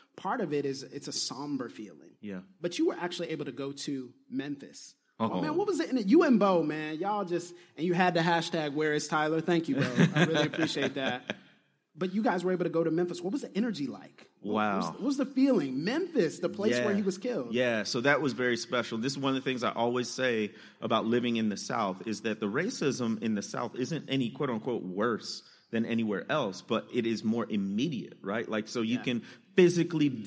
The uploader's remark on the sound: Live From Dallas. Live from Lifepoint Church in Dallas! Record in front of a live audience at the second stop of PTM Live Tour.